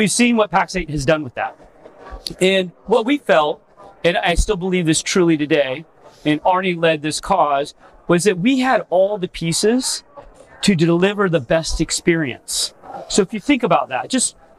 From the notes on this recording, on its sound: This was recorded at IT Nation Connect 2023.